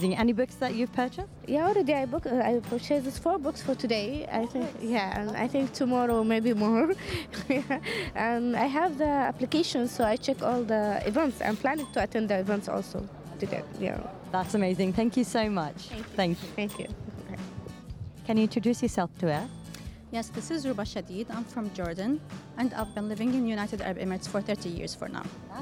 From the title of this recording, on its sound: Live from SIBF 2023